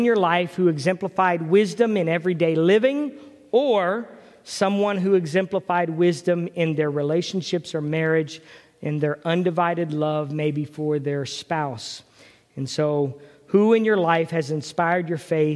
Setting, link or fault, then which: setting, large echoing room